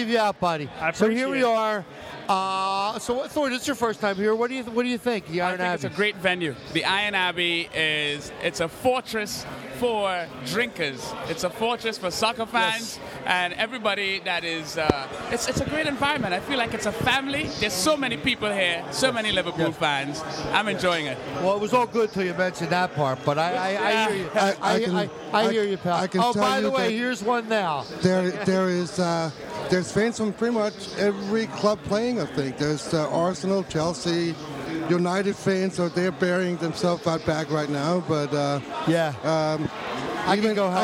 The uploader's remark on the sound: live from the Iron Abbey for our annual Boxing Day Special!